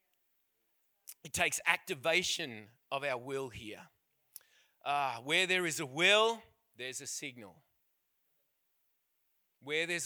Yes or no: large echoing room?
yes